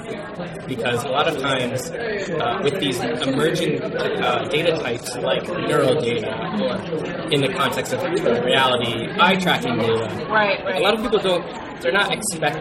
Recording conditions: busy venue